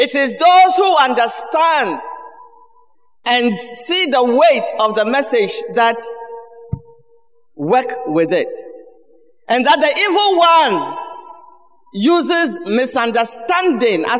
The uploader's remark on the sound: Sermon preached at CBC Shiashie Campus